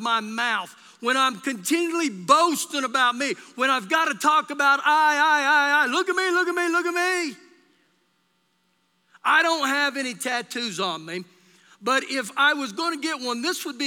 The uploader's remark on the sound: Recorded live during our Sunday morning service